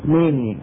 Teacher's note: أهل حلب عندهم شيء من الإمالة